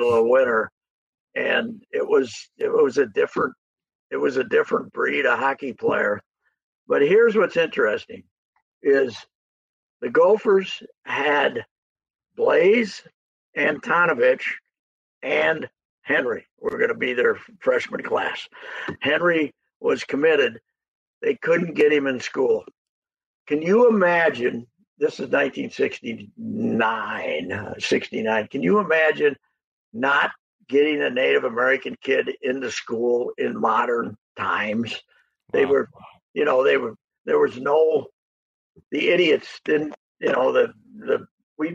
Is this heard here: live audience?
no